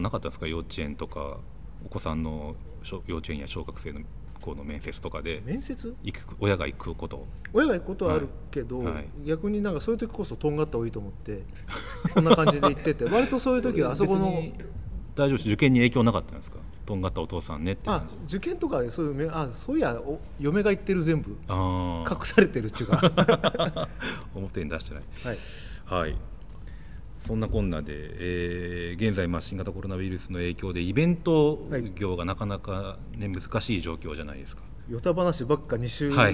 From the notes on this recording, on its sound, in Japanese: 収録場所：東京カルチャーカルチャー（渋谷）。